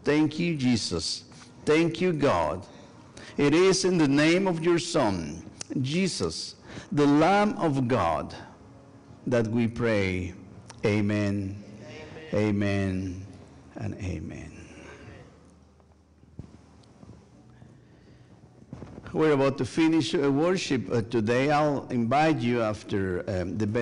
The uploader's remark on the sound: Sunday worship service at First United Methodist Church of Pacoima. Recorded live on November 5, 2023, this service. We are located at 12550 Van Nuys Blvd.